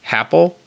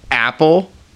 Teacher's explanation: when you start a word with a vowel, like apple, you either have to aspirate a little bit before the A, like happle, or you have to go apple